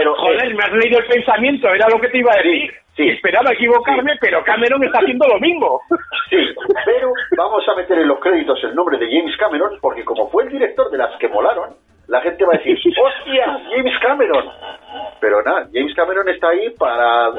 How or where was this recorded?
phone line